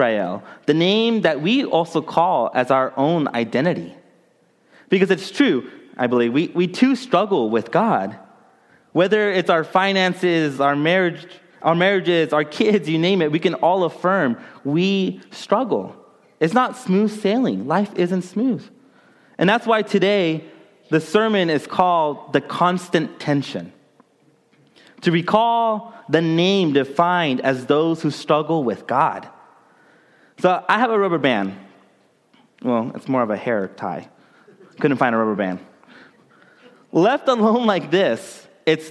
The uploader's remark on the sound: during the Contemporary Worship service